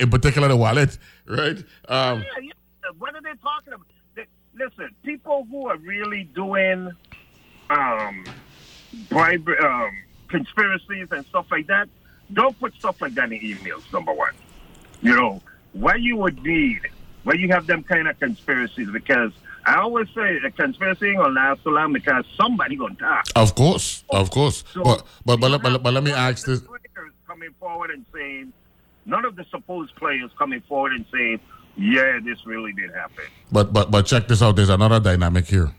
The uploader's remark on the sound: joined on the phone